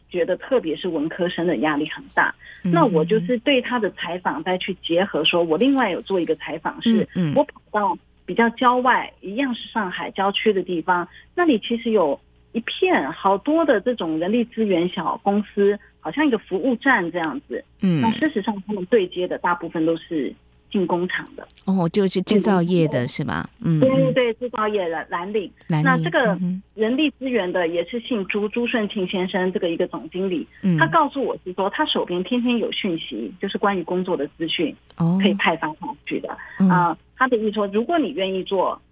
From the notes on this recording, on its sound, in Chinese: 連線訪問中央社駐上海記者